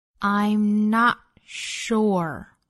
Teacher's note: not 后面的 t 憋掉